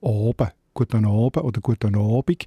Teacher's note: zum Teil auch in der Ostschweiz sagt man auch ein O, aber ganz ein offenes O